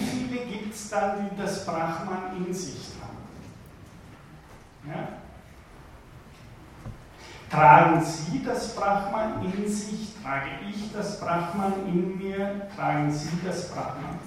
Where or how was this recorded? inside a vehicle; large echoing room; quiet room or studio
large echoing room